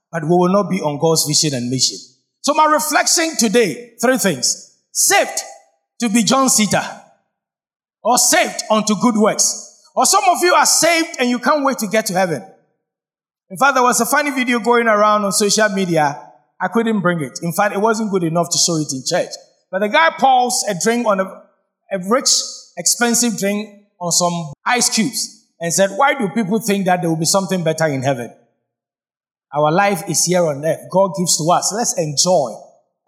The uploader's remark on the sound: Sermon preached at CBC Shiashie Campus